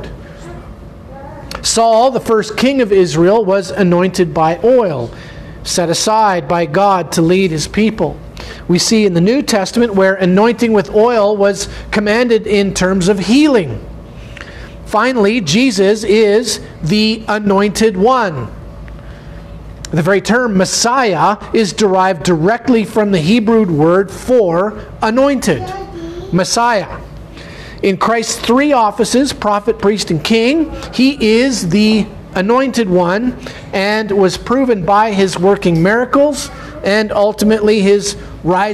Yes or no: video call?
no